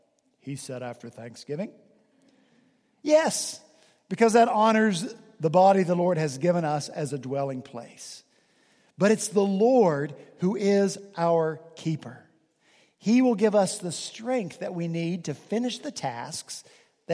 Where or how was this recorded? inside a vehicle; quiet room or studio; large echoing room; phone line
large echoing room